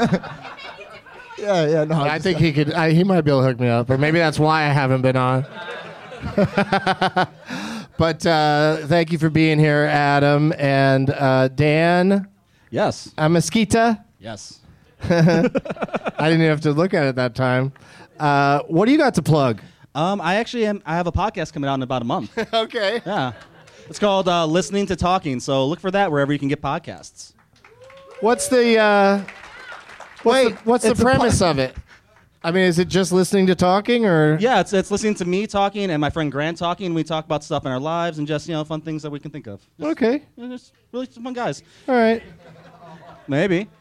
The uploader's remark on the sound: Live from Zanies in Rosemont, IL